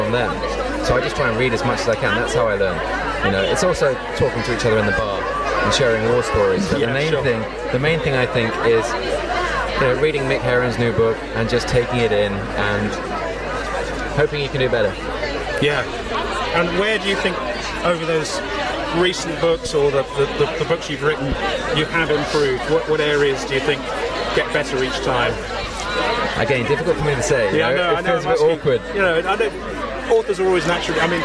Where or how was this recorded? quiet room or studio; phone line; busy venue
busy venue